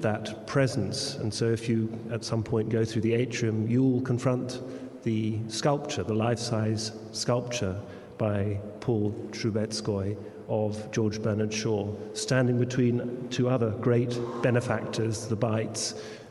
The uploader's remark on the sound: Back in Town conference opening reception